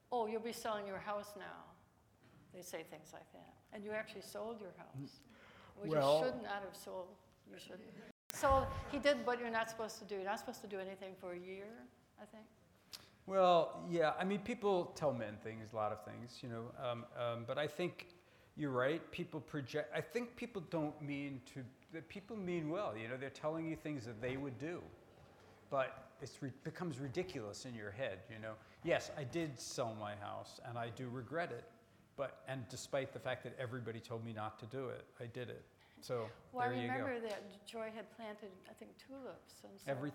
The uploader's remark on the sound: Recorded at 92nd Street Y on July 11, 2018.